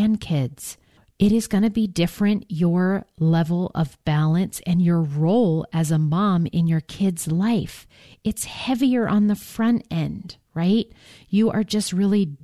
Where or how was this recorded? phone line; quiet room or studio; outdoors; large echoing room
quiet room or studio